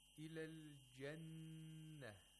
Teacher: We have to hold the noon for two vowel counts nasally.